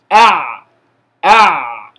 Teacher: الصوت بيجري شوية لكن لا يجري للآخر، ما بقولش لو عايز أجري للآخر مش هيبقى حرف بيني، هيبقى حرف رخ، وهضطر إن أنا أبعد شوية عن مخرج العين عشان أعرف أجري الصوت. · Term: بين الشدة وبين الرخاوة